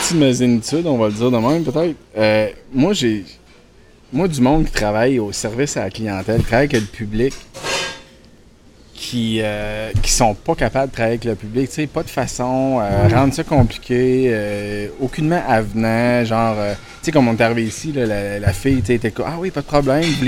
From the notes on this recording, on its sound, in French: À travers quelques bruits ambiants. Nos cellulaires et notre GoPro nous ont abandonnés sous la chaleur torride des Îles.